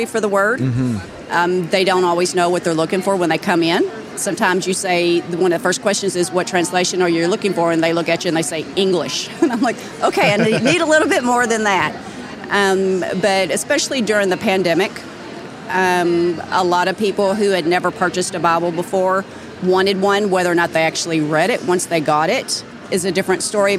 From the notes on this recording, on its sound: I recently had the privilege to sit down with her at the Christian Product Expo in Lexington, Kentucky.